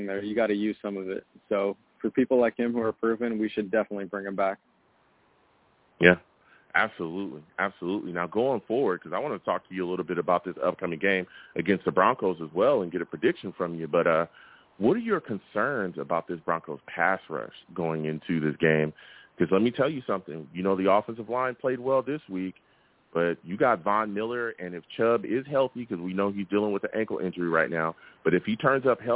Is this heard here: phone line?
yes